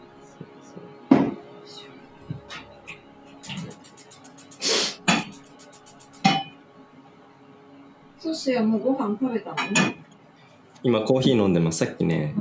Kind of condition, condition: fault, sounds in the background